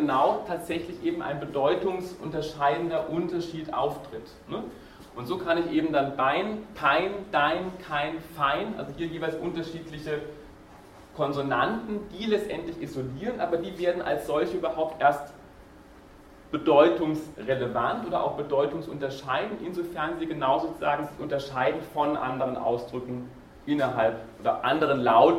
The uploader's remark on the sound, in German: Diese Vorlesung wurde von Studierenden aufgenommen